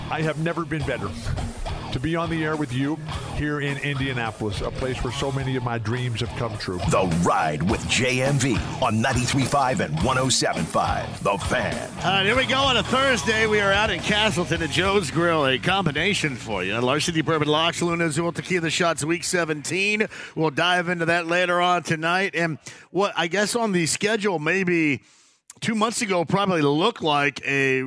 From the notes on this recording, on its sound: opens up the phone lines